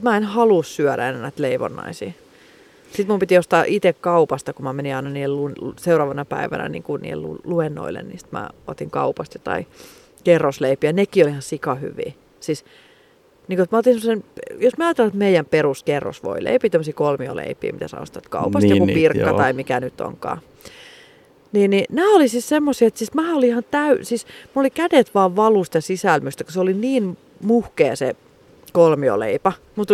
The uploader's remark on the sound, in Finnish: Jakso äänitetty pihalla joten ulkoilman korkea happipitoisuus aiheuttaa hetkittäin tarinankerronnassa hyppyjä.